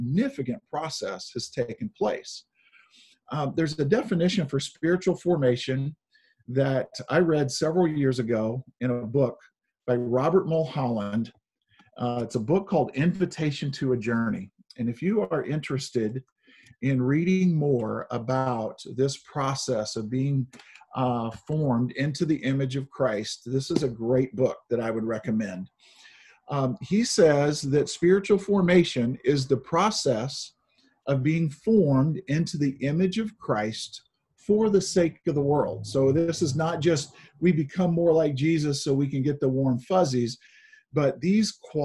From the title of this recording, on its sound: Zoom Sunday